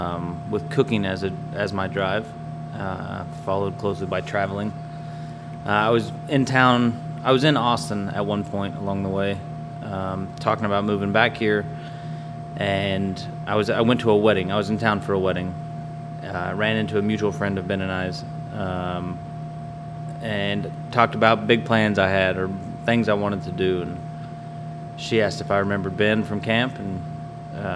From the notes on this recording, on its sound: It was recorded at their restaurant at 10am in the morning. They were the gracious hosts offering coffee, good strong coffee I might add.